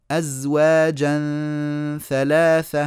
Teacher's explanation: طرف لساني على أطراف الأسنان العليا اللي هو مخرج الثاء